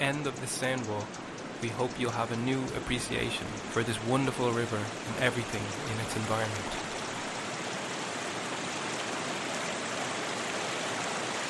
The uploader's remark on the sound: River Dodder Soundwalk. A soundwalk of the River Dodder in South Dublin.